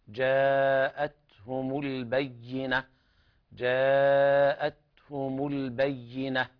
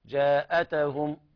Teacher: في قوله تعالى جاءتهم، هنا الهمس في التاء وليس فيها قلقلة · Shown in: first take